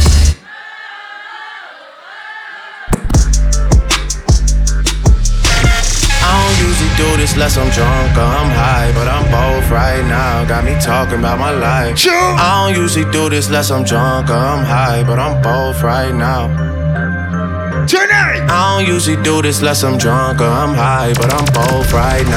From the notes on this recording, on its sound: Pre Party of Purge Anarchy Live From Inside Sit And Sip!